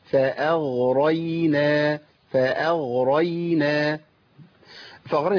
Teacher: غين مفخمه قبلها همزه مرققه وبعديها راء مفخمه وبعديها ياء مرققه